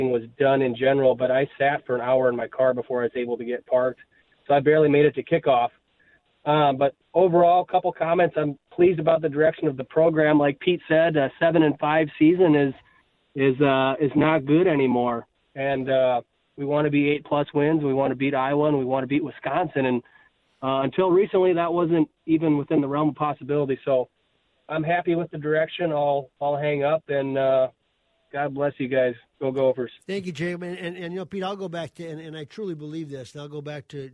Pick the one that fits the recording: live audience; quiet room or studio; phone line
phone line